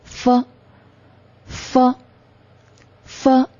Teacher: 唇齿音就是下唇和上齿接近，阻塞气流而形成的音